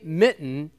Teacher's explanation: If you say mitten, you hear that little stop in the middle of the word? You're actually stopping the air coming out of your mouth as you're saying that to say mitten. · Term: glottal stops